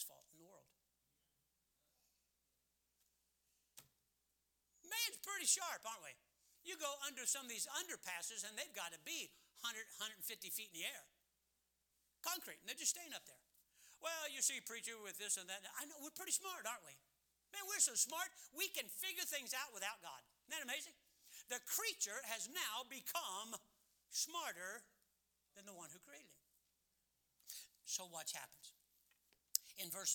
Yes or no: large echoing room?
yes